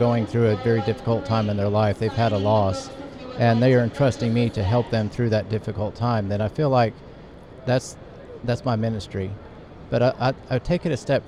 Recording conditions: busy venue